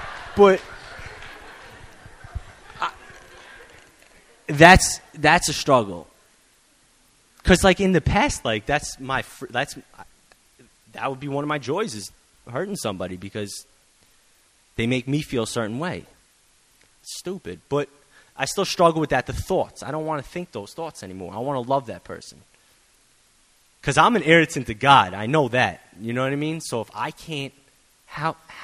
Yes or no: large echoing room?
yes